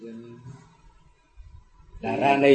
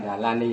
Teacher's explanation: Chữ tàu á, nó R nó không có. Thành ra bao nhiêu R rồi nó đây là L hết.